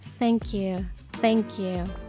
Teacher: th の音空気が漏れる感じの音になります